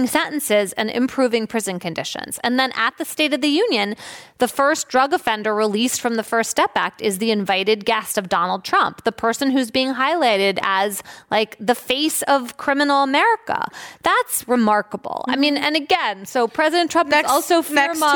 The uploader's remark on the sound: This program was recorded in-front of a live audience at the Commonwealth Club of California in San Francisco on May 7th, 2019.